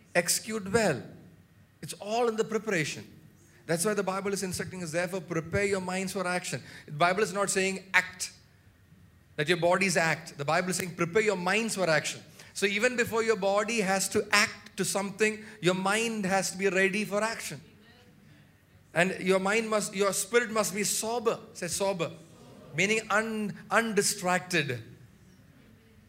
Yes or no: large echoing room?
yes